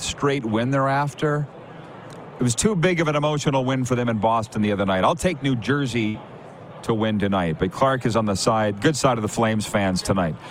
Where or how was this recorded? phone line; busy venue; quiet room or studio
busy venue